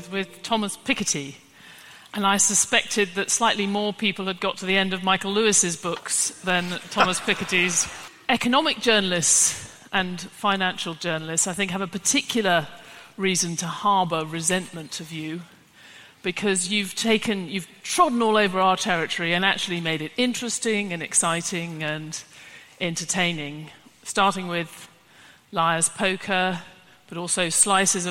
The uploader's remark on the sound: In this week's episode we're featuring a live event from before the pandemic